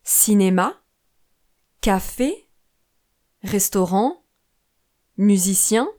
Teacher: En français, nous n'avons pas vraiment d'accent tonique. Les syllabes des mots sont prononcées avec la même intensité et on place l'accent sur la dernière syllabe.